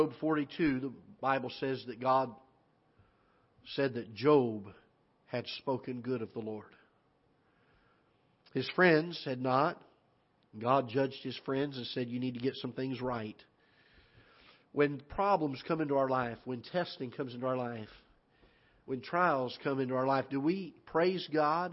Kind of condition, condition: setting, large echoing room